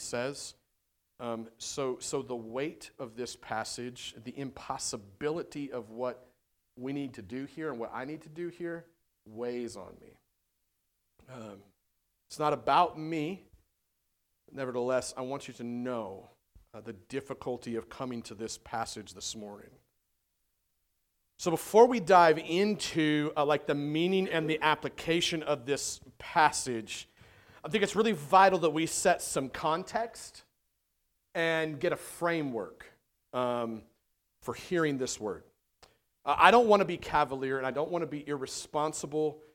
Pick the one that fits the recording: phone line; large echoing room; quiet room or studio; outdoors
large echoing room